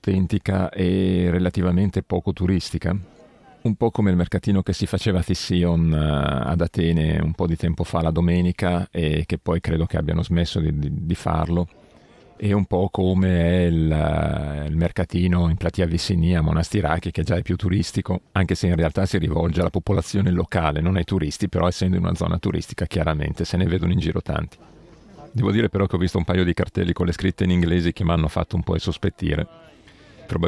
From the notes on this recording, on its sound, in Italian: Il pezzo per fisarmonica e sassofono, registrato per strada.